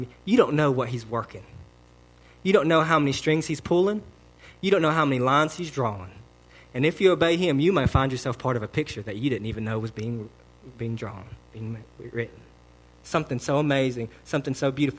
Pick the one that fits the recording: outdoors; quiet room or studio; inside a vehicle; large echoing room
large echoing room